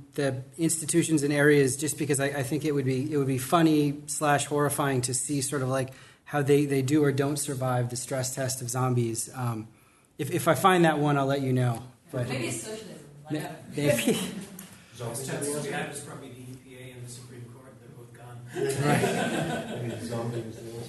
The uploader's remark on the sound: Theorizing Zombiism conference discussion. Podcast of discussion at Theorizing Zombiism conference.